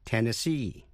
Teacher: Tennessee, double N, double S, double E, tiểu bang của cựu phó tổng thống Al Gore, nhấn mạnh vào vần cuối C